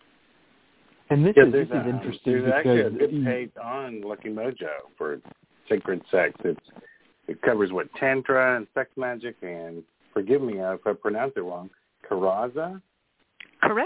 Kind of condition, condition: link, phone line